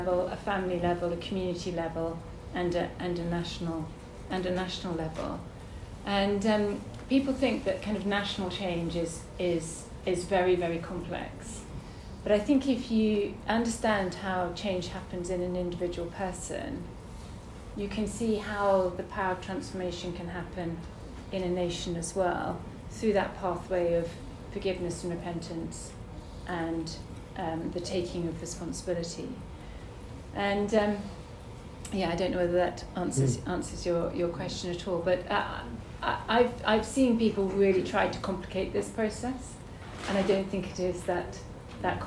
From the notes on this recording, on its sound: Audio from a seminar hosted by LICC at the National Parliamentary Prayer Breakfast 2023 in the Houses of Parliament on Tuesday 27 June 2023.